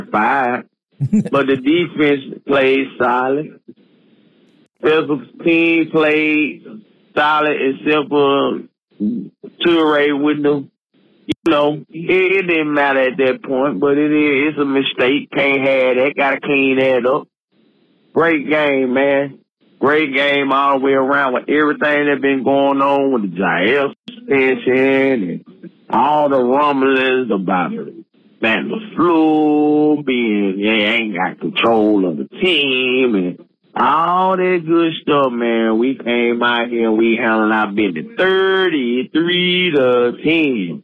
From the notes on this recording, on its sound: In this episode of our Packers call-in show, we engage with fans to dissect key topics surrounding the team.